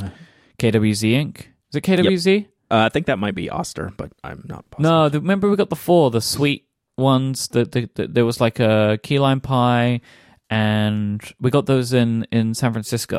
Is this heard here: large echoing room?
no